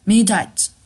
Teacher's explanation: 这里面的 t，我们其实变成了一个 fastd，啊，变成快读的一个 d